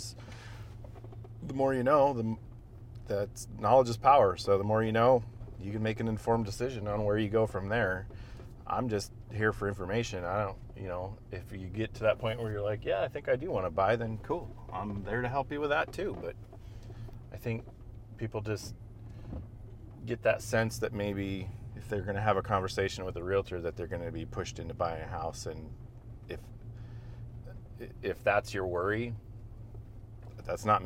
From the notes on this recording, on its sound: All while driving through the stunning landscapes of their latest grouse hunting escapade.